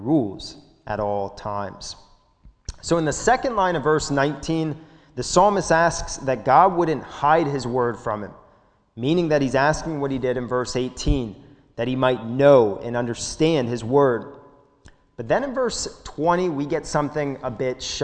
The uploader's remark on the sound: This sermon was recorded at the Lebanon Bible Fellowship Church in Lebanon, PA during the evening service on 6/13/2021